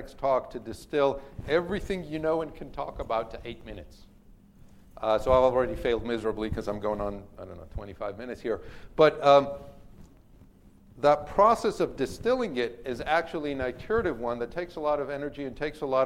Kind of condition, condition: setting, live audience